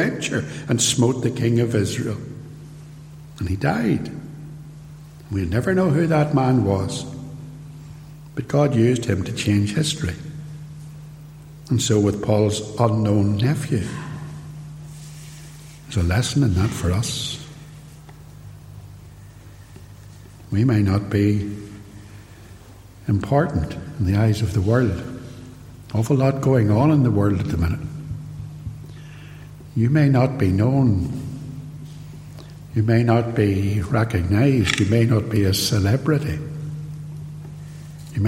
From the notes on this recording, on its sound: Sermon preached at Templepatrick Reformed Church